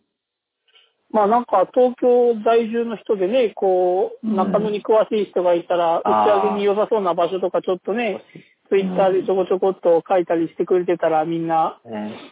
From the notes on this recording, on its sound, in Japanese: 探偵が電話を録音した音源なので、音質が良くありません。